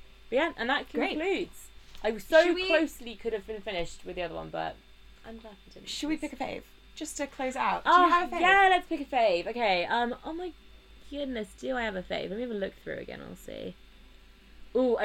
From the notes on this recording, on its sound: Apologies for the laptop fan and crackles in the background!